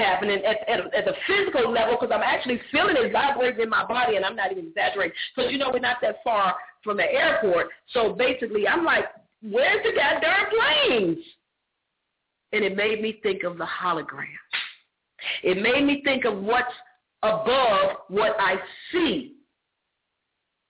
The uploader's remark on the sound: opens up the phone lines